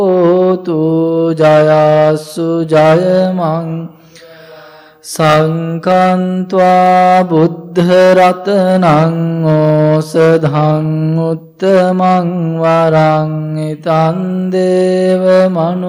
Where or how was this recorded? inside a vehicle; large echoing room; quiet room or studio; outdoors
large echoing room